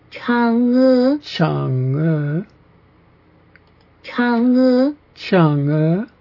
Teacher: It has to come up. The inflection is upwards on both syllables.